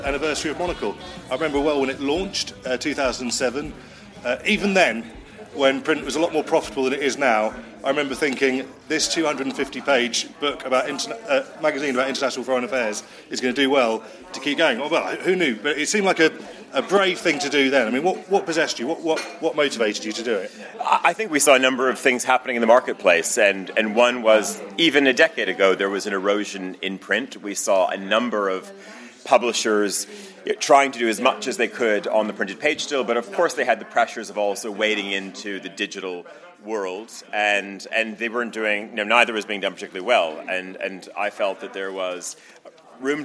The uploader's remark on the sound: speaking at the tenth anniversary conference in London